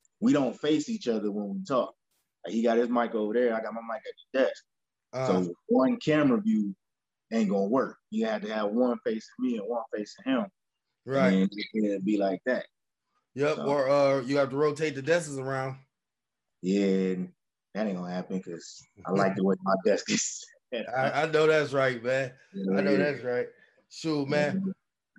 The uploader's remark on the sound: FTSD hooked up with So You Wanna Talk Network to chop it up over Zoom for a little bit!